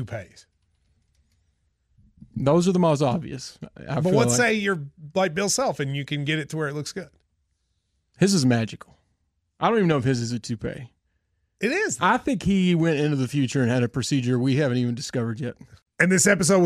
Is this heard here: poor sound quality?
no